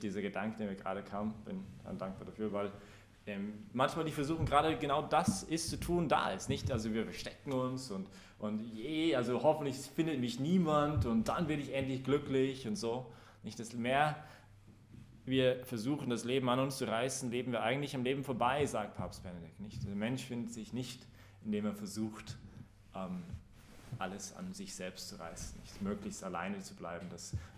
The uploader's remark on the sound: Predigt gestern bei der BeFree Messe im Zentrum Johannes Paul II: in Wien.